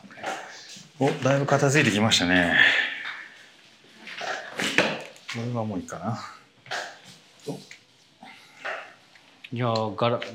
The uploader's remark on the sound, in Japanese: 今回、 高島屋史料館TOKYO にて行われていた モールの想像力展 の撤収作業を行いながら収録しています。録音機器 がすごい。収録しながら掃除機かけても行けるか？